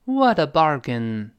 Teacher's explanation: 冲肠价格便宜。注意发音，要读，跟老师读一遍。Bargain，Bargain，好极了。It's abargain。这可是个便宜货啊。本文中 What abargain。当然这是个感叹句了。口语中省略了，如果写全的话是 What a bargain itis。后面的主语谓语就没了。那 What 跟 A 连读加浊化读了 Whata